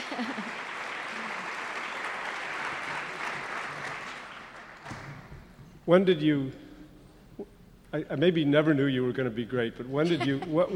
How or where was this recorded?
busy venue